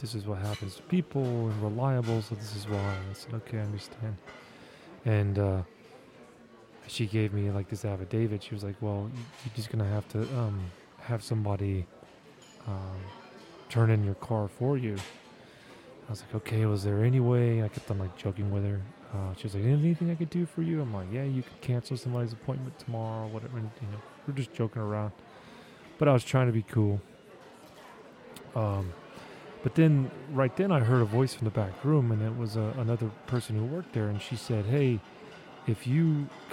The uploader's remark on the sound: I recorded this episode in an airport lounge, which is why you can hear all of the ambient lounge noises in the background